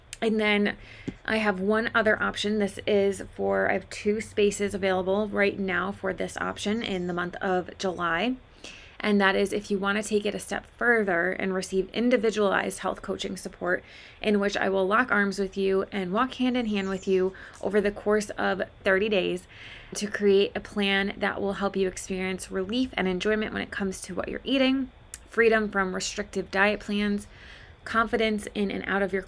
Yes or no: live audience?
no